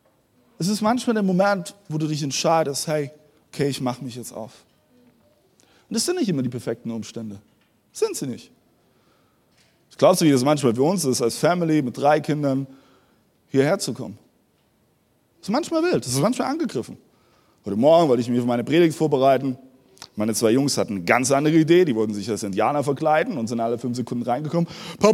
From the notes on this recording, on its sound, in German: Audiomitschnitt der Predigt vom 12.